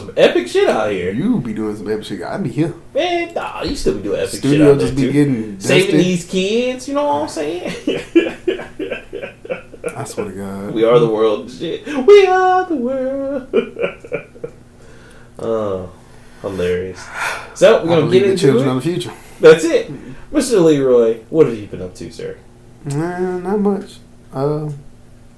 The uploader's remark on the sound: Sorry about the audio again we are really trying to fix it.